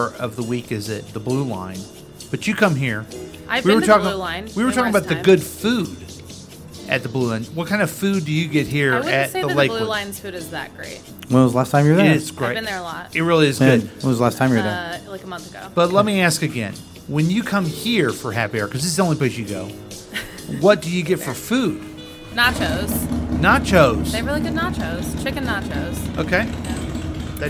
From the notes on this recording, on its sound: Live from The Lakewood Local